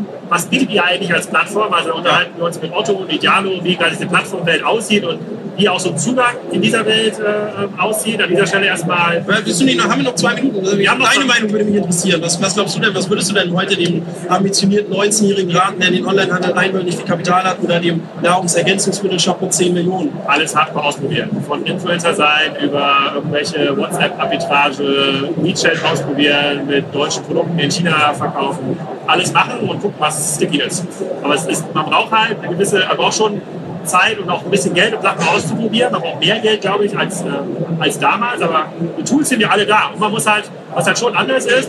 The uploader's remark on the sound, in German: Die Aufnahme haben wir bei der #OMR17 gemacht und wir mussten auf die schlechtere Aufnahme zurückgreifen. Die Aufnahme haben wir bei der #OMR17 gemacht und wir mussten auf die schlechtere Aufnahme zurückgreifen.